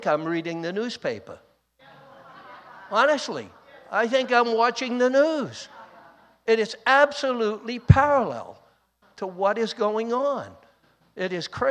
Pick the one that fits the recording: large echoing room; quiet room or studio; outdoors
large echoing room